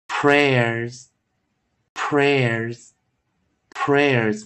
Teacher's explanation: 最后方的这个 s 遇到前方是元音的时候啊，它是念 z 浊化